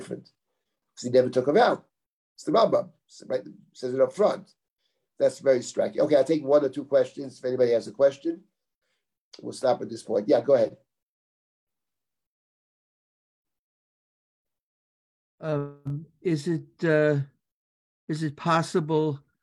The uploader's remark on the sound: This audio was originally captured from Zoom